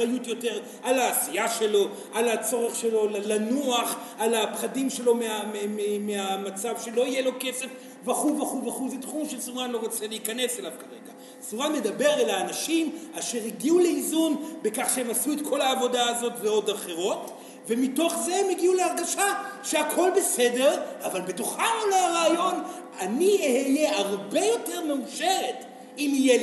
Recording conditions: live audience